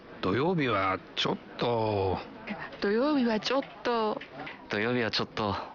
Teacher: растягивая окончание и ослабляя ударение, так что получается «чё-то», вы даете понять, что сожалеете о том, что вам приходится сказать